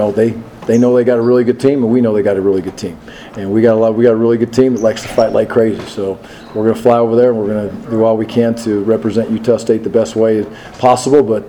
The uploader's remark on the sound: USU Football Post-Game Press Conference vs Colorado St.